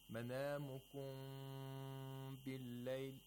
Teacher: To demonstrate, مَنَامُكُمْ بِاللَّيْلِ See, the mouth, you could hear that there is some space between the lips. The sound of m is not completely nasal. Yes, the sound is oronasal. · Term: إِخْفَى of Mim Sakina